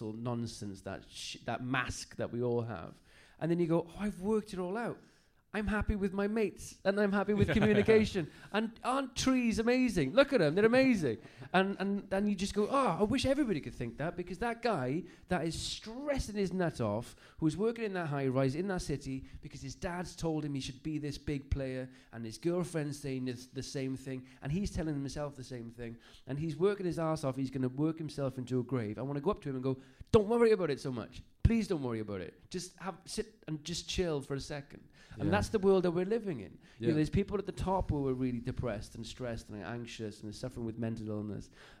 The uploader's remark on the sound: Recorded live at Happiful's Podfest for Mental Health.